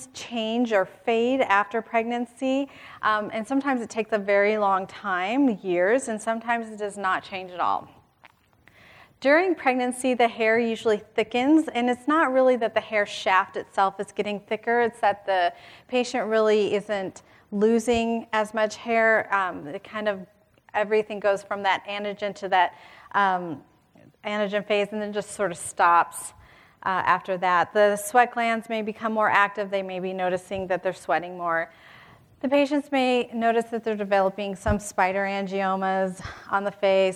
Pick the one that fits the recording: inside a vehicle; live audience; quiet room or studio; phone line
live audience